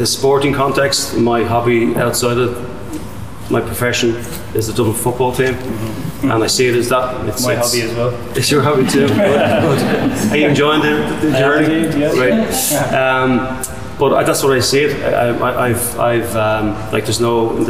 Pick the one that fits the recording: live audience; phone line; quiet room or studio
live audience